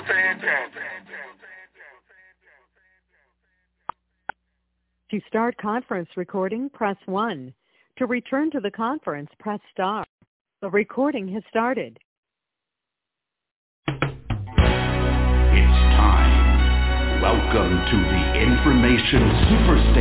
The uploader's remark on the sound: TNTSuperfantastic Conference Call